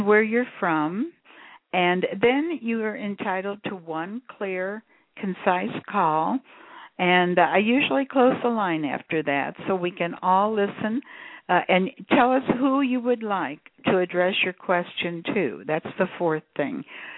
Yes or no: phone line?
yes